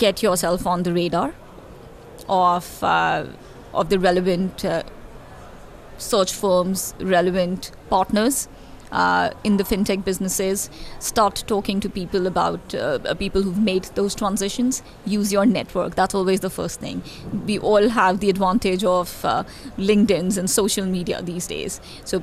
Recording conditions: busy venue